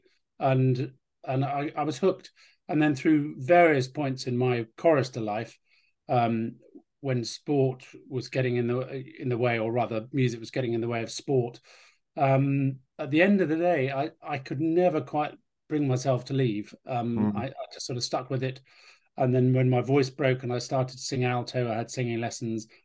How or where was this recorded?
video call